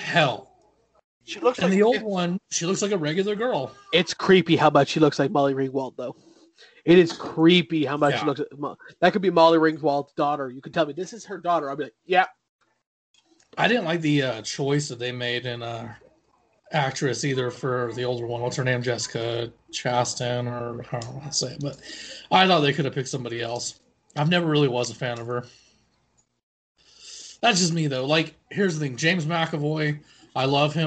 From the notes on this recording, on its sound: socialism distance over Skype